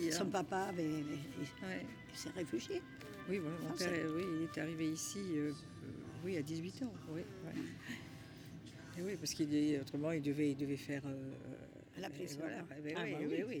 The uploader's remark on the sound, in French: Petit immersion parmis les spectateurs du Festival International du film d'histoire qui a lieu chaque année au cinéma Jean Eustache , à Pessac. Les discussions vont bon train entre les projections. Nous nous asseyons dans la salle obscure avec ce public haletant, dans l'attente du générique et des premiers chants révolutionnaires qui font vibrer chaque corps dans la salle...